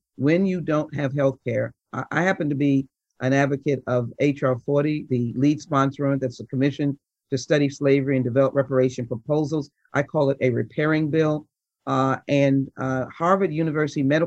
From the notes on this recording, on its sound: In case you missed it, The Buzz presents a virtual keynote from ACT-IAC's 2021 Health Innovation Summit.